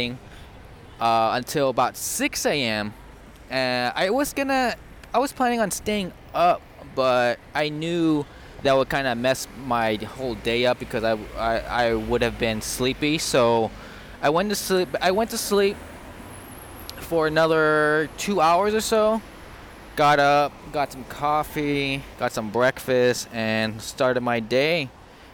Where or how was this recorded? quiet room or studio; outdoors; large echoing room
outdoors